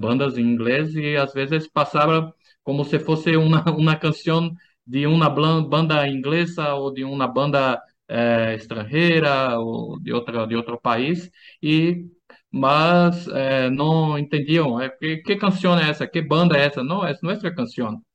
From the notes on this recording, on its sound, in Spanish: Charlamos via zoom